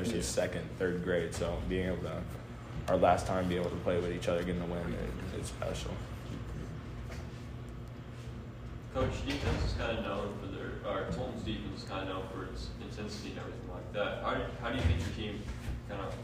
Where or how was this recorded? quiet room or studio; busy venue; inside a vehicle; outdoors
busy venue